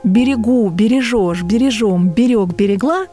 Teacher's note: Например, часто слова с неподвижным ударением влияют на те, у которых акцент может смещаться. Например, глагольные формы «берегу», «бережешь», «бережем», «берег», «берегла» и так далее всегда сохраняют ударение на последнем слоге